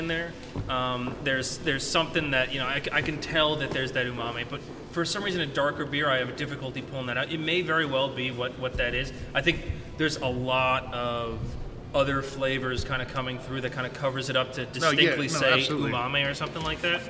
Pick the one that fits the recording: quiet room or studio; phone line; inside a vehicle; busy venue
busy venue